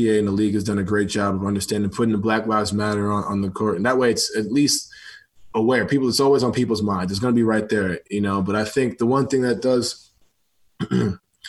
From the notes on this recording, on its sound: Zoom Media Teleconference.